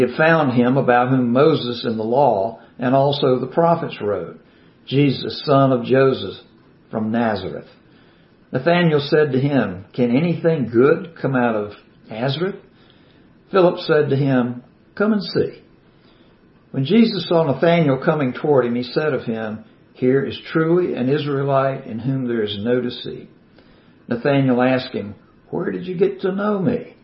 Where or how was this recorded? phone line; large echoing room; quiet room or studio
large echoing room